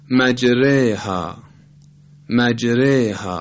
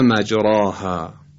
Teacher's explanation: این حالت رو در علم قرائت بهش میگن اماله، میل دادن الف یا فتحه به سمت کسره · Shown in: first take